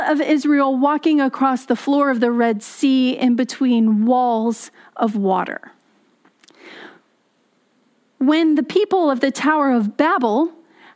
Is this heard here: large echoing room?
yes